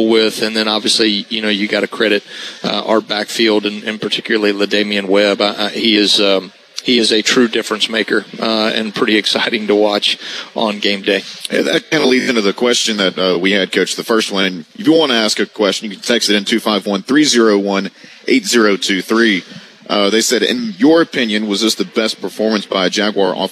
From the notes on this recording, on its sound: live from Baumhower's Victory Grill